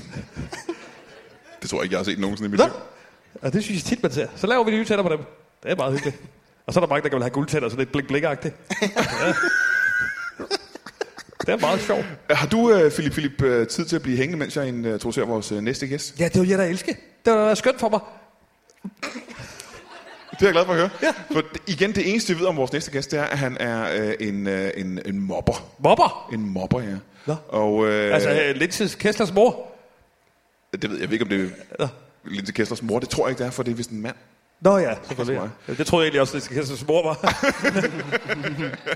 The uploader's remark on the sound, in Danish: LIVE fra Skråen i Aalborg